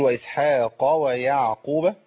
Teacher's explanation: القاف عندي مفتوحة يعني في مرتبة عالية من التفخيم